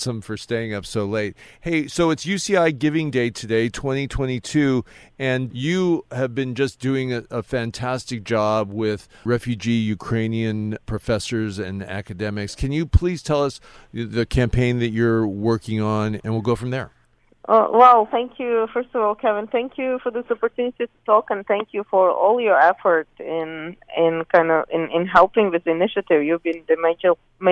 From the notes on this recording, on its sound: Special LIVE broadcast. Helping out with phone-in guests. Phone calls from Germany, Hollywood and Armenia,southern CA.